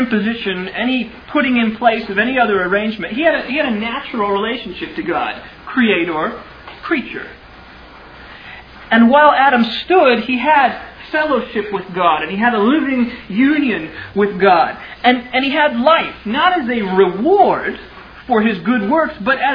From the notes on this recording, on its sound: Originally delivered on 4 June 2000 at Sovereign Grace Baptist Church in Van Alstyne, TX